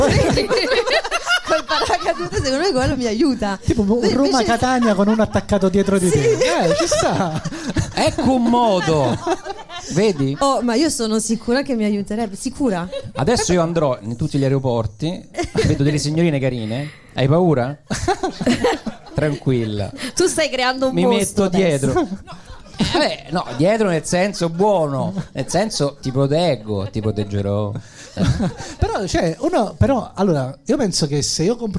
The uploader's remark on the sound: Live dal GhePensiMi di Milano